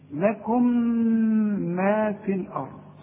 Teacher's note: إذا وصلنا ولازم توصل، هنقول ميم واحدة مثقلة